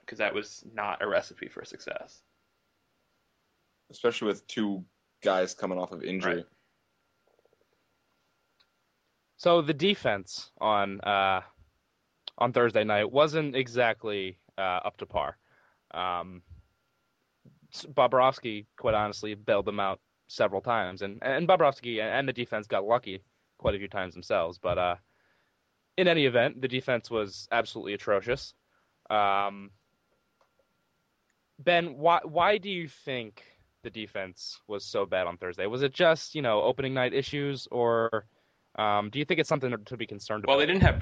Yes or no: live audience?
no